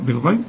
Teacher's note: الغين تاني درجة من درجات التفخيم